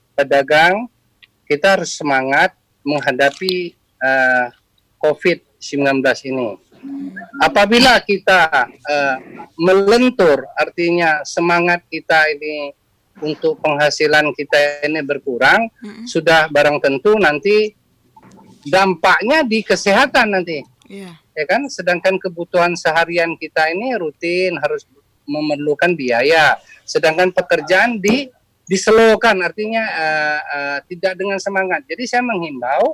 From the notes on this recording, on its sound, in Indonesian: Video Conference. Via aplikasi Zoom.